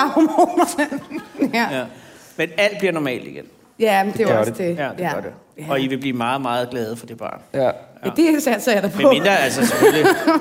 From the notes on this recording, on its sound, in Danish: Dette afsnit 49 er optaget på Podcast Festivalen i København.